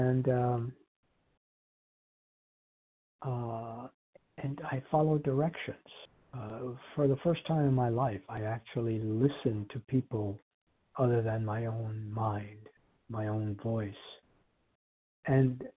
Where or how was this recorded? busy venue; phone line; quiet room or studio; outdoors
phone line